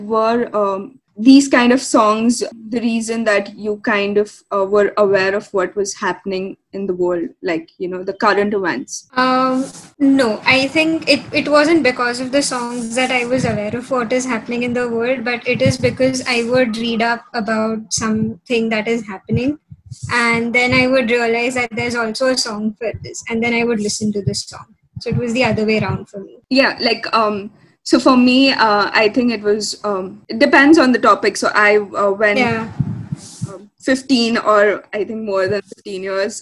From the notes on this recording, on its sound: Due to our poor-quality audio.